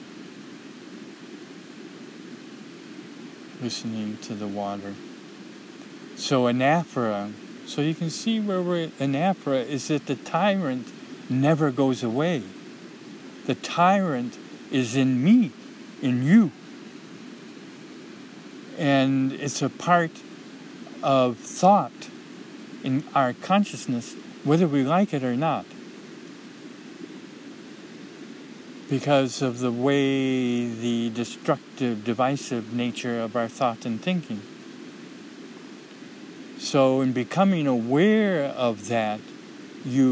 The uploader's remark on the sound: A streamside nature walk. RECORDED at HEARTBREAK MEADOW.